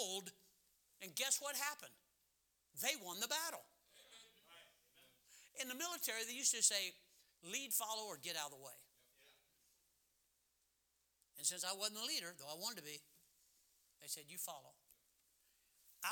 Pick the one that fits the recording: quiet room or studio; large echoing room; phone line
large echoing room